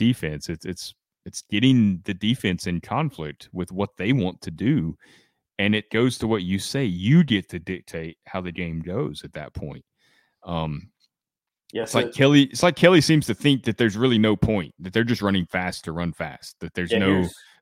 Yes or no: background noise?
no